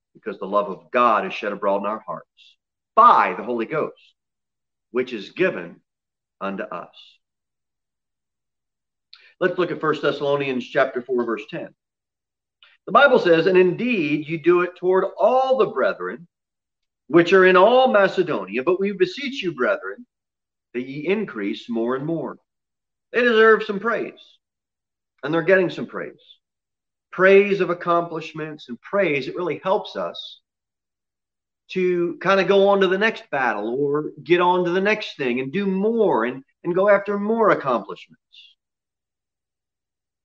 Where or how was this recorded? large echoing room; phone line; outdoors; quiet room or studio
large echoing room